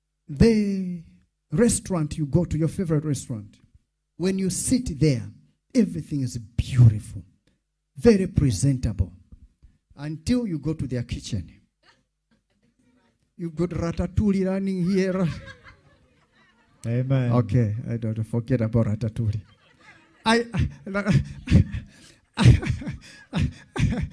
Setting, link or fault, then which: setting, live audience